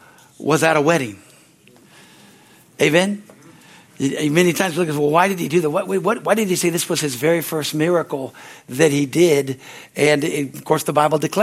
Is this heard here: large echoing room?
yes